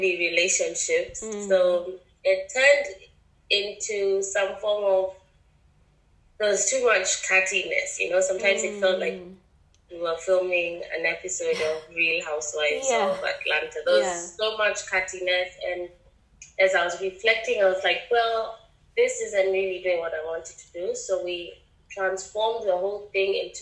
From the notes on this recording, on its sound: Apologies for the sound quality on this episode, please bare with us.